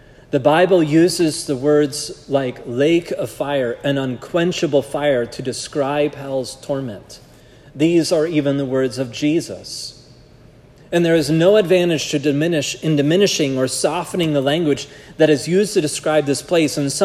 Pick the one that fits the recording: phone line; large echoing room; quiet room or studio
large echoing room